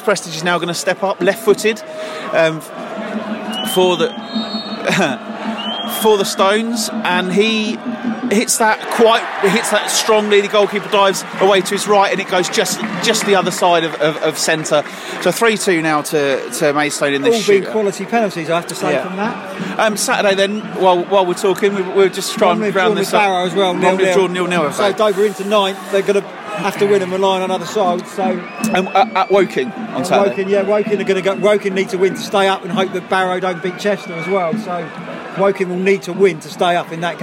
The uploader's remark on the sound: Record the show during a cup final, including a live penalty shoot-out. After Maidstone United's Kent Senior Cup win over Folkestone Invicta.